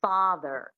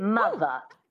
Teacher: the transatlantic accent, you drop the R and you make it a schwa · Shown in: second take · which is a phonetic symbol for an unstressed syllable, like a primitive grunt.